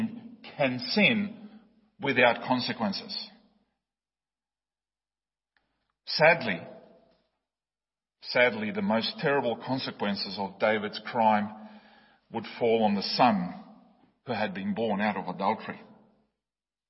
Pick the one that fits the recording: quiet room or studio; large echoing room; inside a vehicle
large echoing room